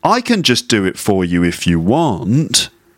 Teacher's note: I is a sort of tonic stress in that sentence, because I think I is the emphasis.